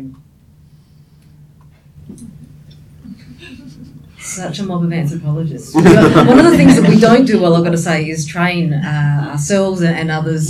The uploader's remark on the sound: Recorded their roundtable at the AAS held at the Australian National University! The audio quality might be a bit different from what you are used to because we recorded at a conference venue and not at our usual studio!